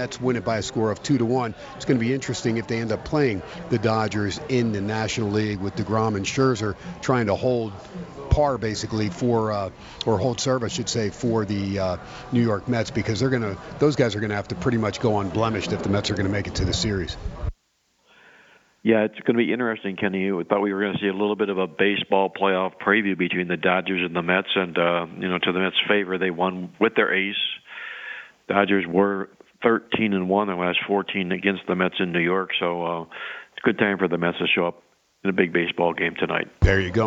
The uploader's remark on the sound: "Live" from Steiner's Pub in Las Vegas